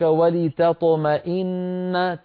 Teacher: نرقق التاء ونفخم الطاء